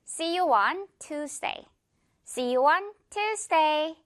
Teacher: 유 발음이 아니라 이렇게 우 소리가 날 때가 많다는 거